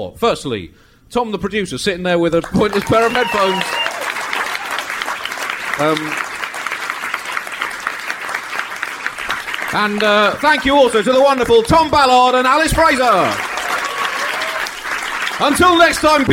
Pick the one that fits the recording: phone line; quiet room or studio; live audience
live audience